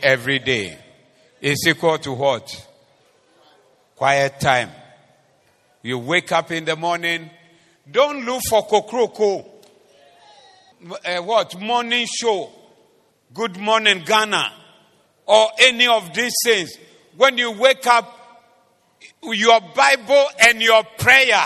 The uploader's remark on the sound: Preached at the Doxa Service 24092023